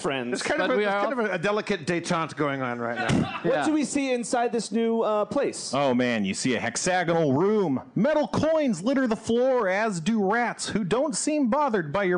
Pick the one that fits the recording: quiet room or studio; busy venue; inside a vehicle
busy venue